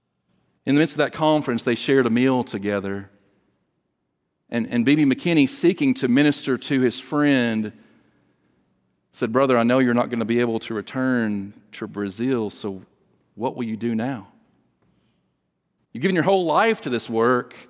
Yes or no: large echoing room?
yes